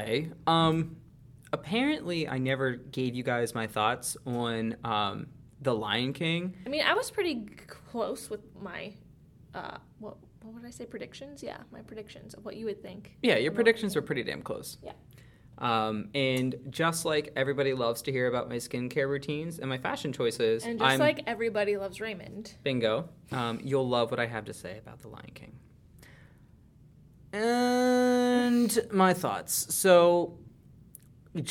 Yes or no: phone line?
no